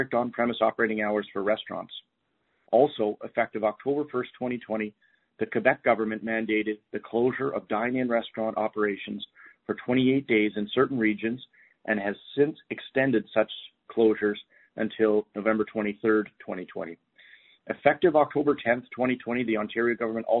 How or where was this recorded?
phone line